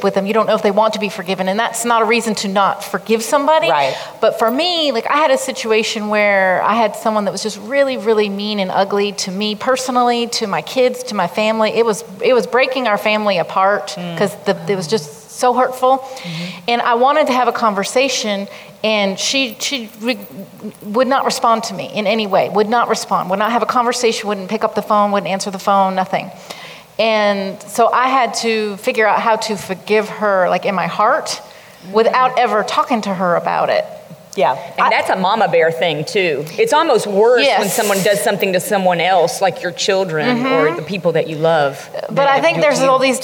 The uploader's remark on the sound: This episode was taped at the Girl Talk Live! Event in Hickory, NC.